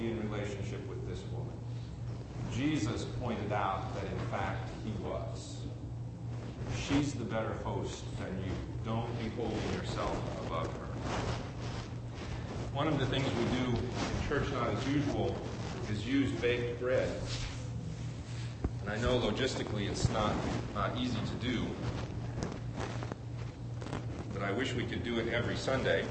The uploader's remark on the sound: Recording quality is poor in the latter part of the sermon.